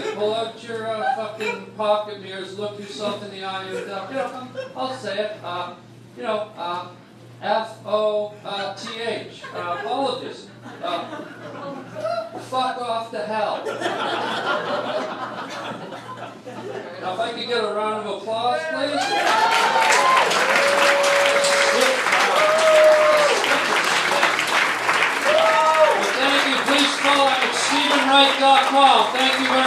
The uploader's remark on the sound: LIVE ON STAGE